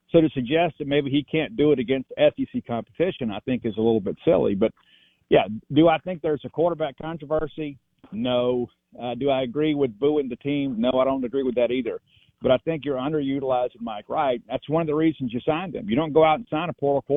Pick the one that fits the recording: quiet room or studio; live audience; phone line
phone line